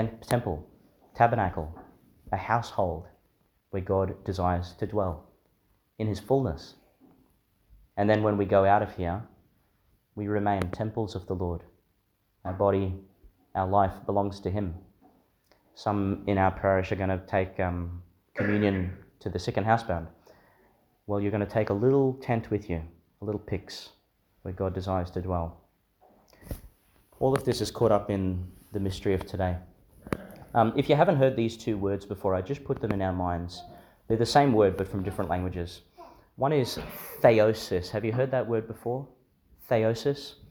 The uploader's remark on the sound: Delivered in St Joseph's Church, Biloela, Qld.